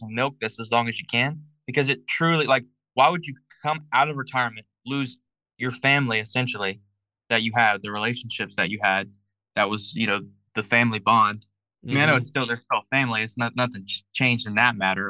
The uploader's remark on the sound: a special zoom episode